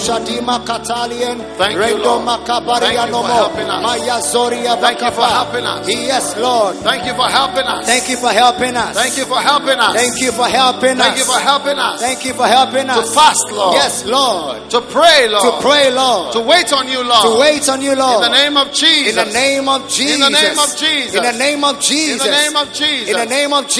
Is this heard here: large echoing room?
yes